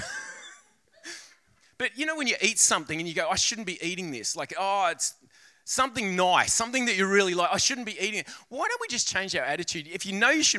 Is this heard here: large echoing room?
yes